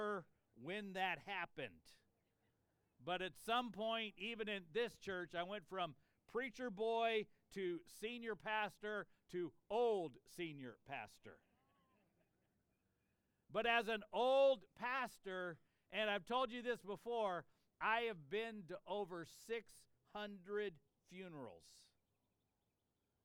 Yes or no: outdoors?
yes